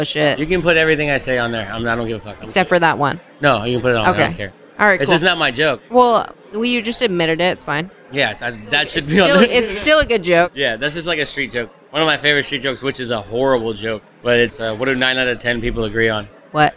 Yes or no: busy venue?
yes